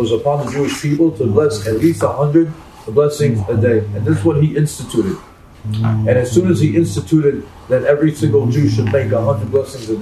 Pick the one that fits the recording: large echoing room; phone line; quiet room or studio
large echoing room